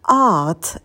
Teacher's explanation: долгий звук «а» делаем звуковую волну art, и на «т» добавляем придыхание